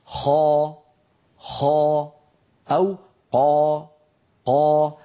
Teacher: إن حرف الاستعلاء وهي حروف خص ضاد انقض مفخمة، نعم، يعني يمتلئ الفم بصداها ويصطدم صوتها بقبة الحنك ويعود برنين بصدى يملأ الفم